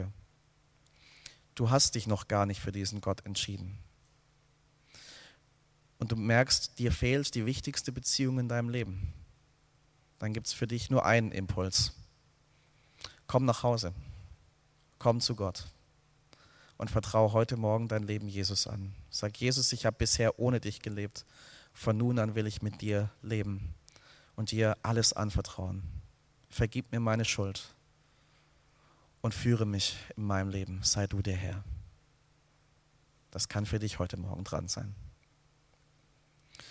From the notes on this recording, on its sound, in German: aus dem Gottesdienst der Liebenzeller Mission